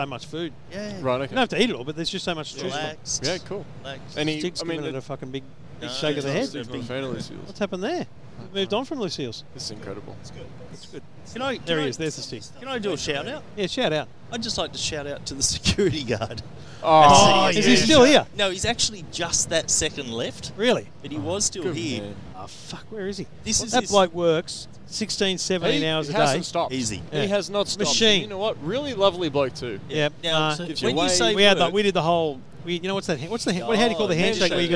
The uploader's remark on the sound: live from CES